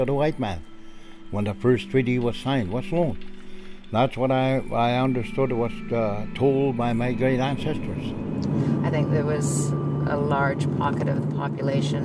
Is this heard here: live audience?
no